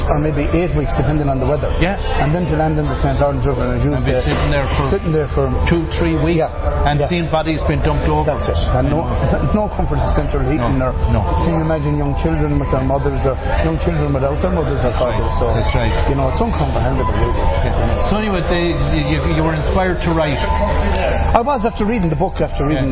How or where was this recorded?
busy venue